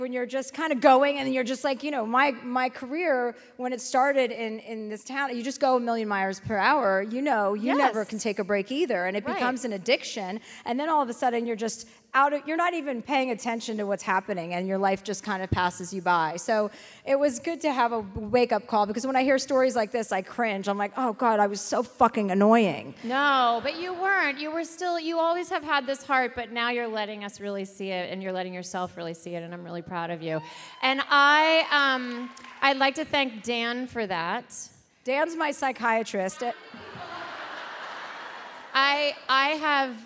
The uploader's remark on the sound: live in Dallas